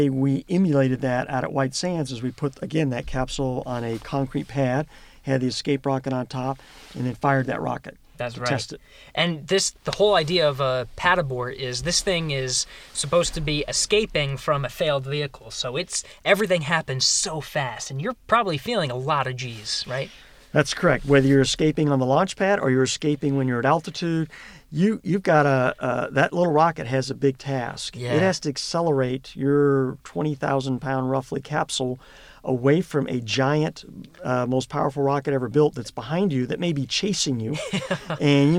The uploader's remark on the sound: the actual audio from inside the Orion capsule during its first flight